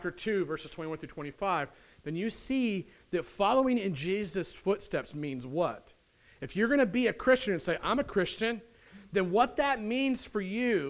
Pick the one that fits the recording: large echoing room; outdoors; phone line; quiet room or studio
large echoing room